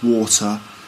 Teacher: So there's definitely a rounded R sound. And in England or in Britain, we don't really do that.